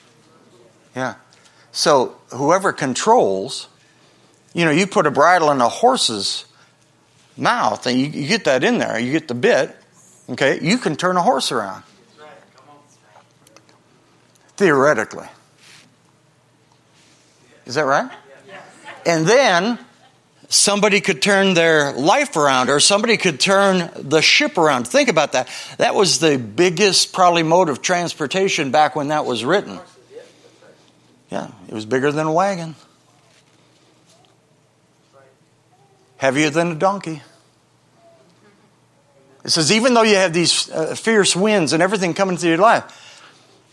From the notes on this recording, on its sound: Is from a special Sunday night service on August 13, 2023 at Harvest Bible Church in Stockton, CA.